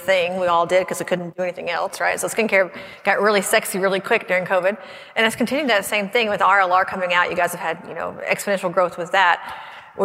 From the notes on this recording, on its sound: doing a LIVE For the Record episode over lunch at Aesthetic Next 3